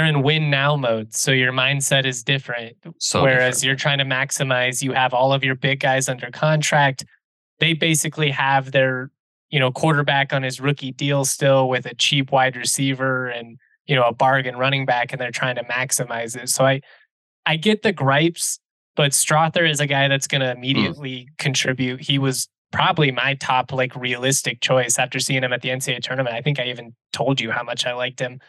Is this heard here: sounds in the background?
no